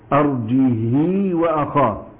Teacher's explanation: قرأها بالإشباع أي بياء كاملة بمقدار حركتين